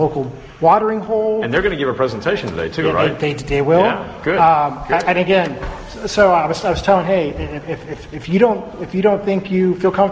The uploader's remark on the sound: live from the Sacramento Post Sustaining Members Forum at Travis AFB